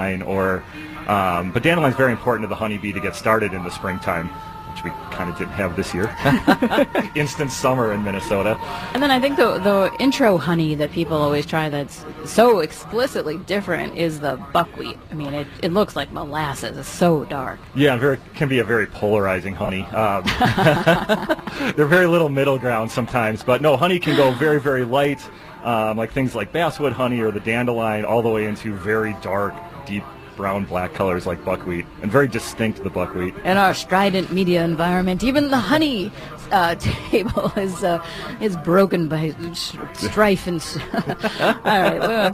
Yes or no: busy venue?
yes